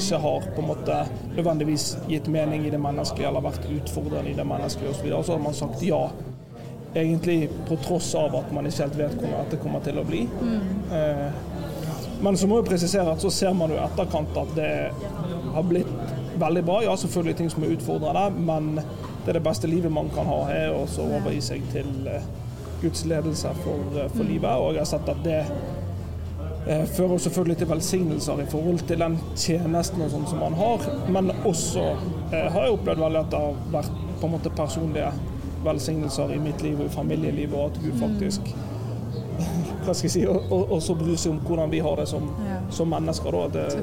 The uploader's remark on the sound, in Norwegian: Lederprat live fra HLT-standen på Led 24. Vi har en slags live-pod midt i folkehavet på Pinsebevegelsens lederkonferanse der vi slår av flere små prater med forskjellige ledere.